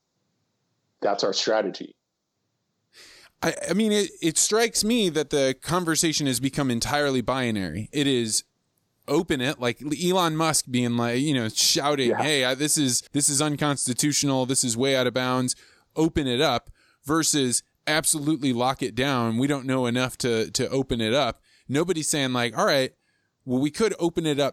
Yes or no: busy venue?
no